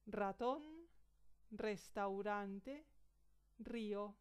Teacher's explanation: La R se pronuncia más fuerte al principio de la palabra.